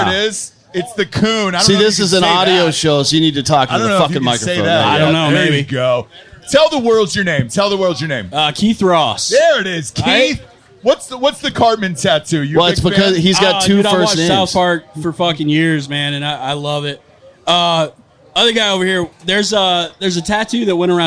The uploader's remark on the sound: tailgate the Tennessee-Florida game with the Volunteer faithful outside Calhouns by The Vol Navy